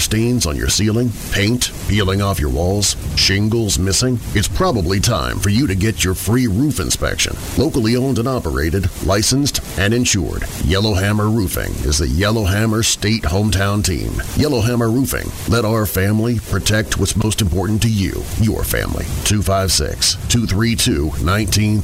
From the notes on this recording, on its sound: Live from the Limestone County middle school jamboree